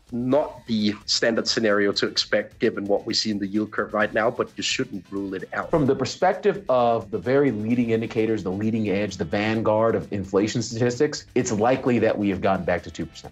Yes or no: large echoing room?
no